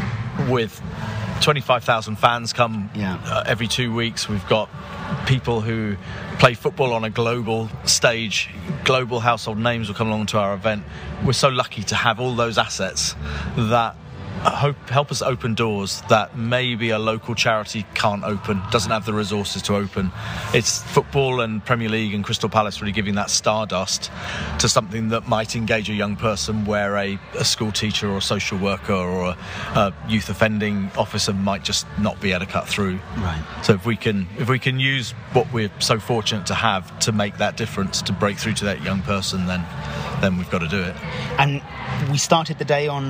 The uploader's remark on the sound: Live action from the Palace For Life Foundation Marathon March 2023